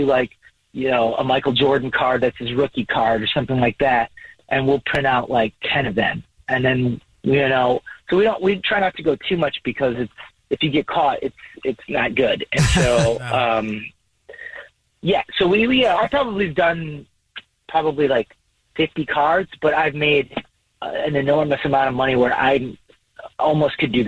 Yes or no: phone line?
yes